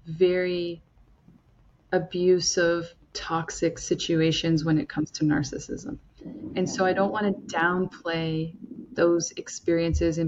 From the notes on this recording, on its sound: There was an issue with the volume of my recordings but you should still be able to hear us both loud and clear! Don't worry, it's not an issue with your device.